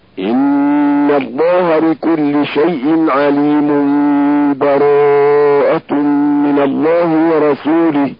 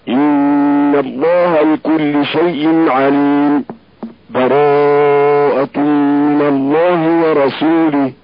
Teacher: والوصل ان يقول ان الله بكل شيء عليم براءة من الله ورسوله. والسكت ان يسكت على اسمه عليم باي وجه من وجوه العارض الاتية بلا تنفس مقدار حركتين مستأنفا براءة · Shown in: second take